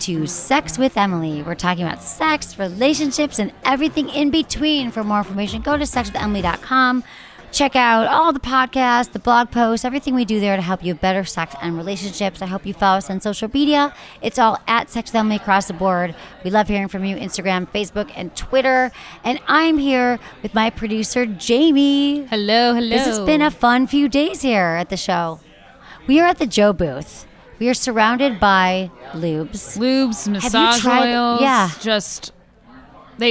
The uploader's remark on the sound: Live from a sex toy expo.